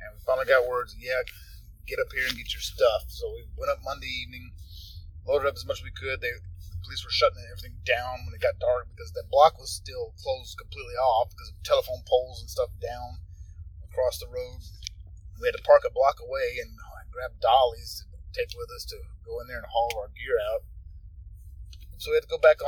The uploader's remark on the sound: it was, in fact, recorded in the car